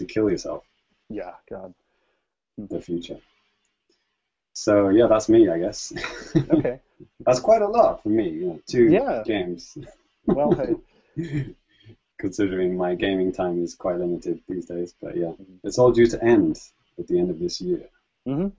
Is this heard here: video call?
yes